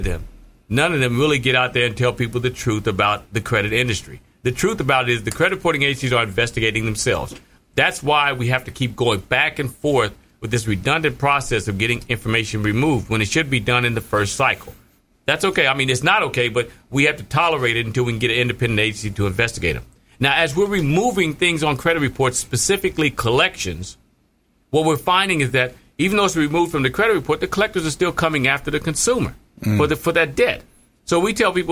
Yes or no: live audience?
no